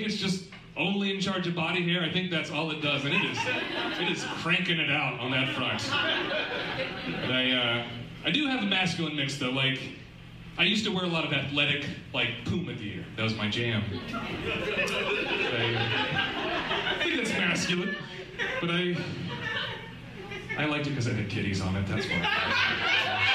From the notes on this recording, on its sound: We met up before the Pizza Schmizza mic on NW 21st in Portland.